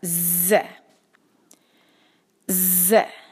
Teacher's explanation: آگے ہے زا، زا جو ہے وہ اس کی آواز تیز ہوتی ہے، اس میں سیٹی جیسی آواز ہوتی ہے اور اس کو پھر ہم نے رکھنا ایک حرکہ، ز ز.